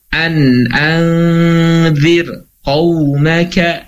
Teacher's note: Walaupun setelahnya ada ko, maka ro-nya tetap dibaca tarkik.